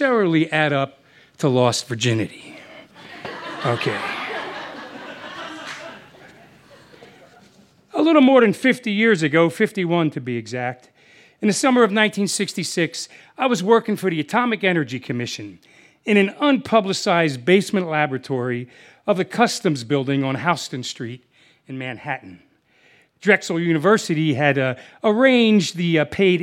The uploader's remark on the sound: This story was recorded live on 19 July 2017 at Buntport Theater in Denver, Colorado.